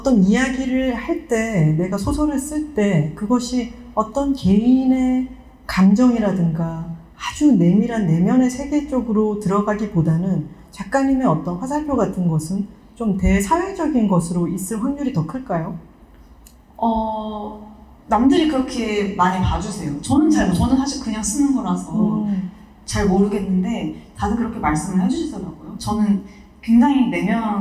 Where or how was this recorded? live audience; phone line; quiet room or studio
live audience